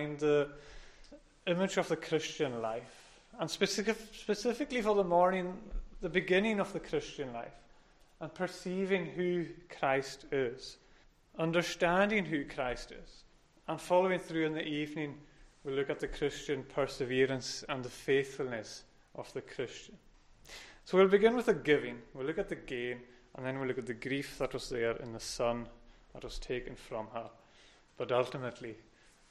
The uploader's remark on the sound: recorded at North Harris Free Church on Sunday Morning 10th October 2021.